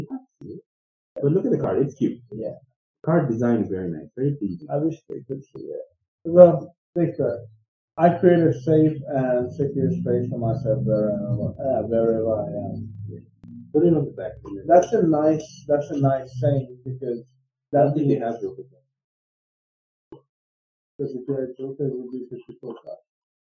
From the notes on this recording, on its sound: We apologise for the kinda shitty audio. Don't know what happened there but we kind of fixed it.